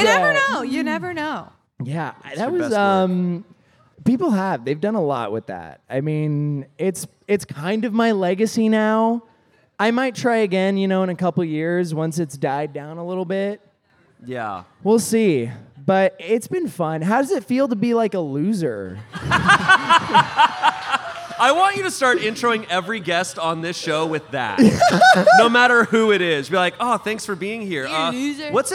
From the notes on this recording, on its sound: Live at Mythicon. Live from Mythicon!